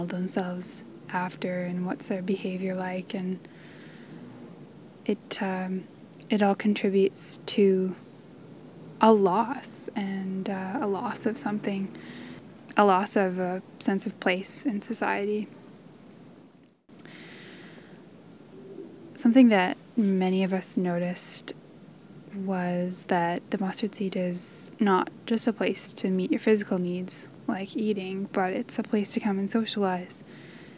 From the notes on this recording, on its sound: Spent a weekend in Edmonton’s inner city, at the drop-in centres, and on the streets. This is the audio diary of her experience.